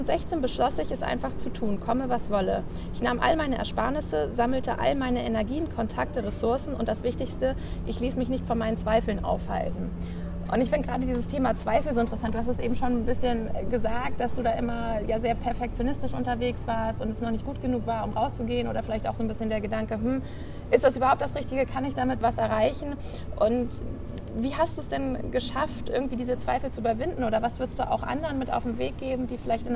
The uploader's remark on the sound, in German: Auf einen Spaziergang